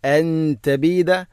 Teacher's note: അൻ തബീദ, ഇഖ്ഫാഉ ബിഗുന്ന, അൻ തബീദ, നൂനു സാക്കിനയ്ക്ക് ശേഷം ത, ഇഖ്ഫാ, ഇഖ്ഫാഉ ബിഗുന്ന, നൂനിനെ അവ്യക്തമാക്കി മണിക്കണം, അഥവാ മഖ്റജിൽ കൃത്യമായിട്ട് തട്ടിച്ച് നൂനിനെ വെളിവാക്കരുത്. അൻ തബീദ അല്ല, അൻ തബീദ.